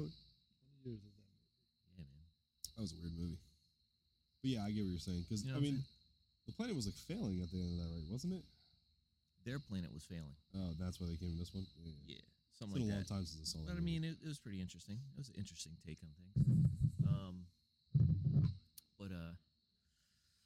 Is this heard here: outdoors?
yes